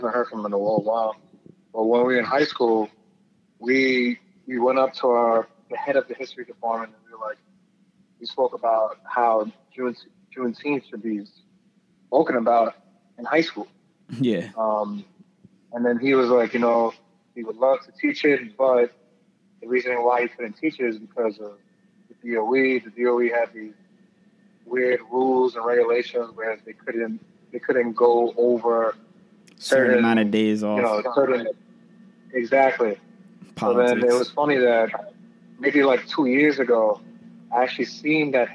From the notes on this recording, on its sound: on the phone line